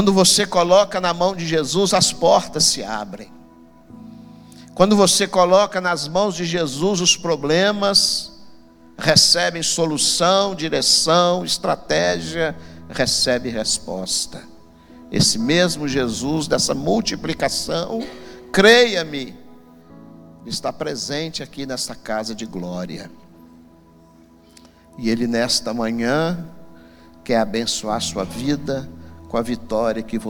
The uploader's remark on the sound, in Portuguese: Transmissão ao vivo do Escola Bíblica Dominical, realizado na Igreja Batista Moriá.